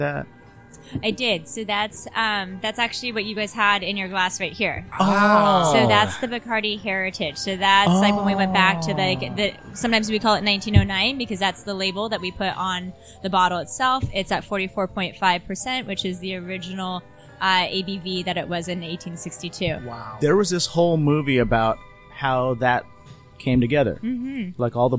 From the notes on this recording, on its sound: We recorded this episode live and direct from DAMA, located in the fashion district of Los Angeles, California.